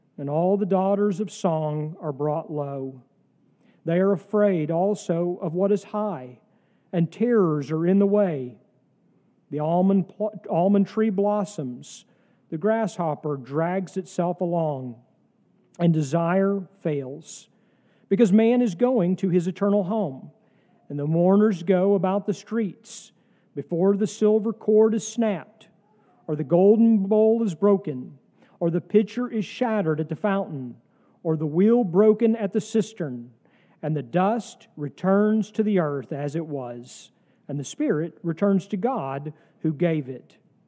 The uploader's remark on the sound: sermon from our worship service on October 1, 2023